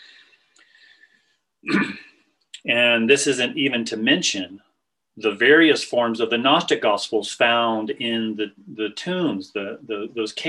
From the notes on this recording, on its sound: This was recorded on Zoom